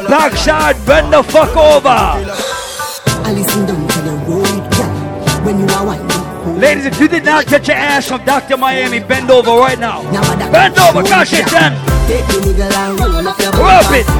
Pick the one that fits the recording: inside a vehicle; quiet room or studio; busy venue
busy venue